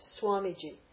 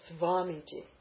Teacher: But in most areas of Sanskrit, of India, the V will go back and forth between V and W, and it will be pronounced as W when it's in a conjunct consonant · Shown in: first take